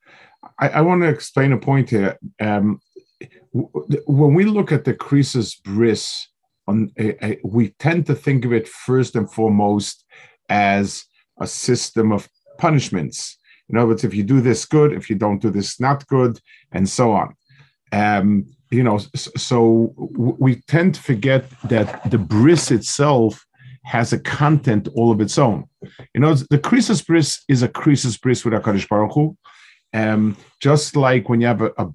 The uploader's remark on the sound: This shiur take place over Zoom on Motzei Shabbos.